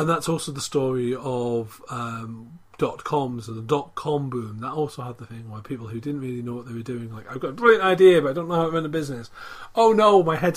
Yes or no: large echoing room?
no